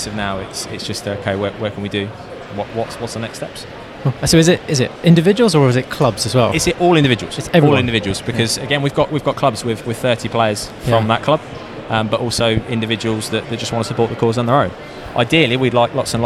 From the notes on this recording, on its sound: We are LIVE from the Digital Accountancy Show 23 (DAS). We are LIVE from the Digital Accountancy Show 23 (DAS).